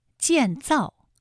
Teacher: 都是四声组合的词语，读起来呢很容易读的生硬，因为它都是降调